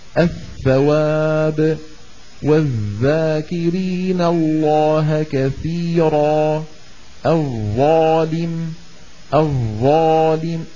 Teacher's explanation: تخرج من طرف اللسان منتهى الطرف، ومن أطراف الثنايا العليا، يعني هذا طرف الأسنان العليا وهذا طرف اللسان، نضع طرف لساننا على طرف الأسنان.